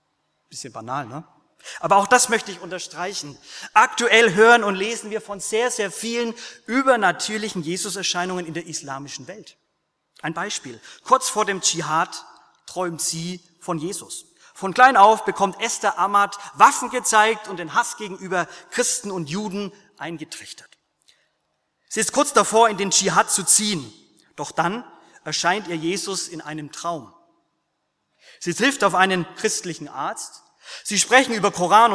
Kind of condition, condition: setting, large echoing room